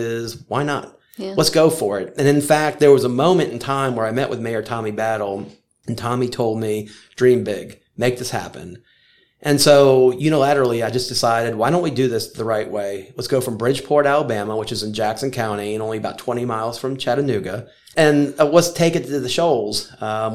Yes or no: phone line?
no